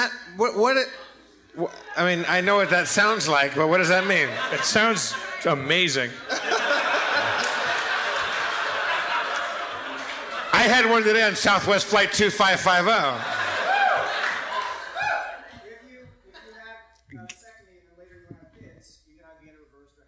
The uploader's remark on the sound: LIVE at San Francisco Sketchfest 2016!